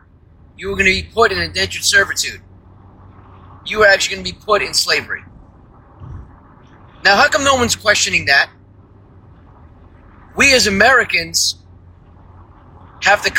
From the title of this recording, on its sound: From The Car